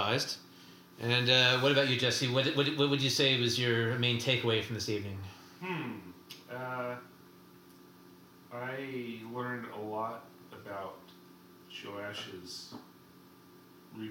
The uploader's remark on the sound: dealing with technical hurdles using our new recording equipment